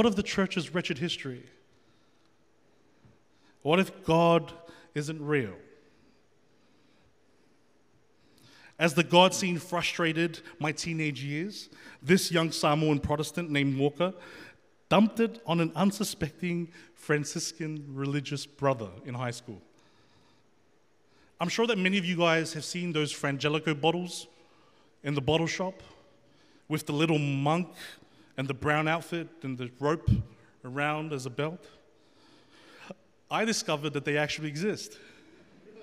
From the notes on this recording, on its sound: The FaithFeed Live Studio Audience.